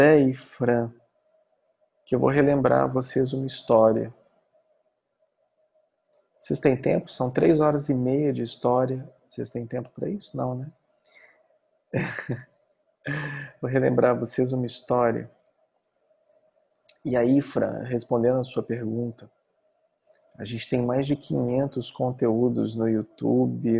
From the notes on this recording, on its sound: Online via Zoom